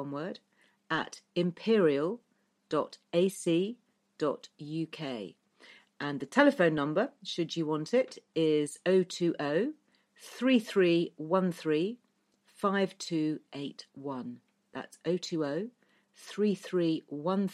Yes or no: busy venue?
no